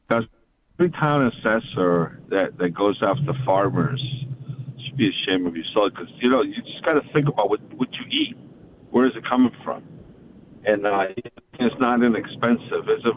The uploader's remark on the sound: We take phone calls